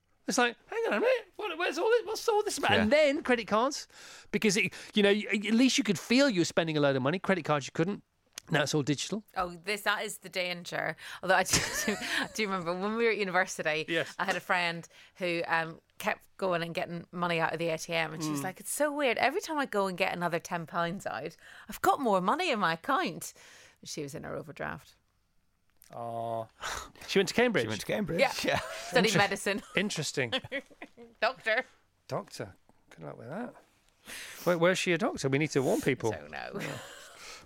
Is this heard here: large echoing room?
no